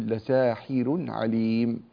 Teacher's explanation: هذه الراء المضمومة وقع قبلها كسرة متصلة بها فإن ورشا رحمه الله يرقق هذه الراء